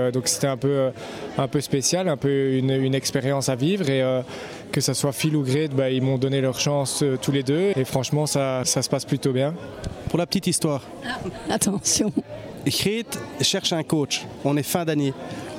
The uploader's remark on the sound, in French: Vous l’entendrez, ce podcast enregistré dans les coulisses du Dôme de Charleroi, dans l’ambiance de la victoire.